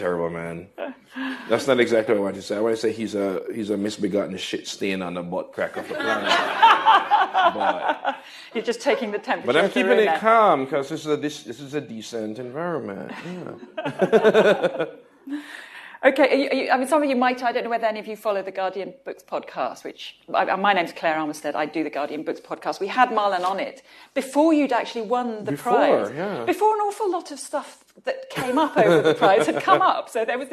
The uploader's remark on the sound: answers audience questions at a Guardian Live event